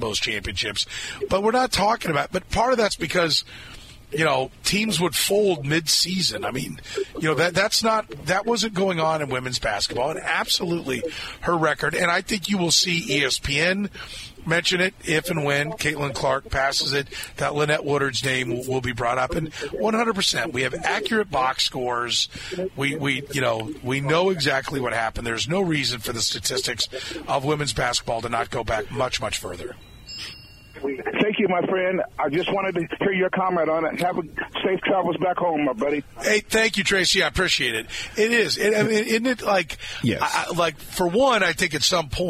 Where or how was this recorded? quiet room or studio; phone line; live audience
phone line